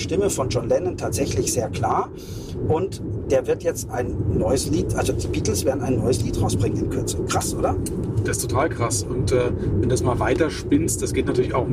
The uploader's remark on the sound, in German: On the road #1. Ist das nicht nur eine Ausrede für schlechte Aufnahmequalität? Setz Dich auf unsere Audio-Rückbank.